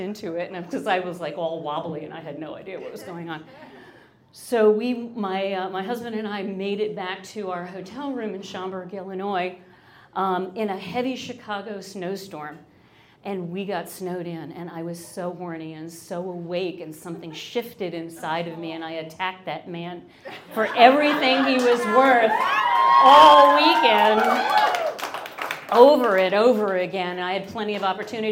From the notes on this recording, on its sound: Goes south is a live storytelling event out of Charlotte, NC. This podcast combines audio recordings from these live events. Goes south live events take place on the 3rd Tuesday of the month at Petra's in Historic Plaza-Midwood, Charlotte, NC.